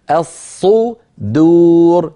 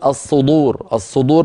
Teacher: بتفخيم الصاد وترقيق الدال · Shown in: first take · ولا نقول الصدور، الصدور، ولا نفخم الدالة حتى تصير شبه ضاد.